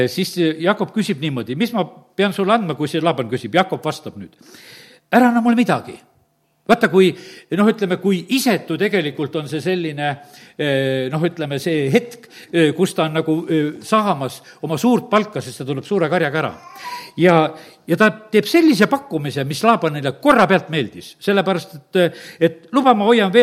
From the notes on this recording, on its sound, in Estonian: Audio salvestus koosolekult